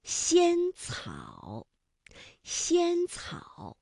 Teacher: 舌面的前部要接近硬腭的前部，留出一个窄缝，气流从缝中挤出，摩擦成声 · 舌尖要抵住上齿背，阻碍气流，然后舌尖稍稍的离开，让这个气流从窄缝当中挤出，摩擦成音